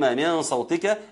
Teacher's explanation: ان الاخفاء بغنه، الغنه هنا مفخمه، ليه؟ لان بعدها حرف مفخم · Term: المفخمه